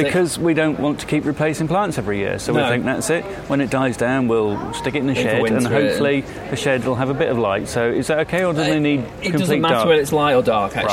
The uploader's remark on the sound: Interviews from the 2015 RHS Hampton Court Palace Flower Show